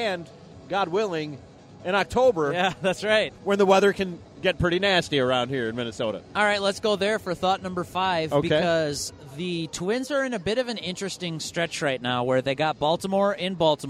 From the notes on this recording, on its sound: La Tortuga Night at Target Field. This show is a review of the experience recorded at the venue.